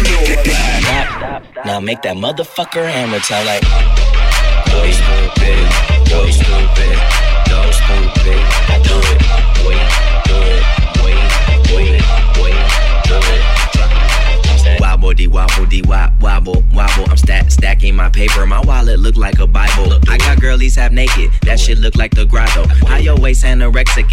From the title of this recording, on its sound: Live at Hyde Nightclub